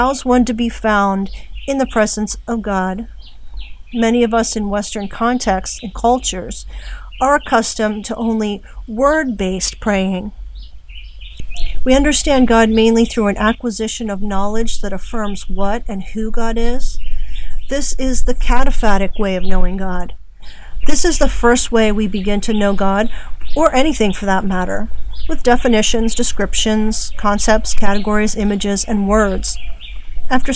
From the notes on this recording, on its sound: More from the island today (recorded from a cabin in the rainforest of Naguabo, Puerto Rico).